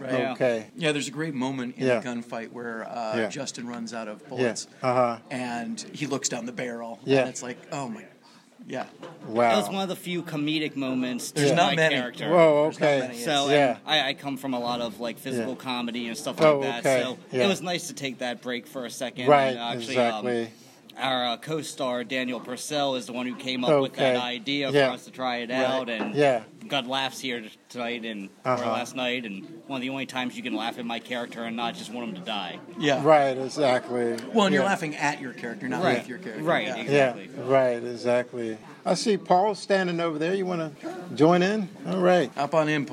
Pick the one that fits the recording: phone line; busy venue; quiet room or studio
busy venue